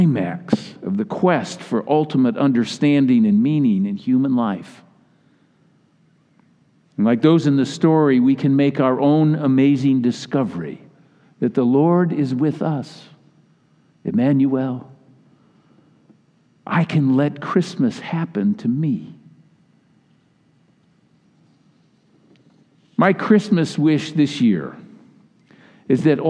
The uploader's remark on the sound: Message delivered during the 8PM Christmas Eve service.